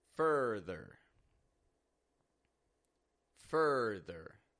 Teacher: Fur, stressed, rising in tone, ther. Flat and quick and quiet in tone, just like all ER word endings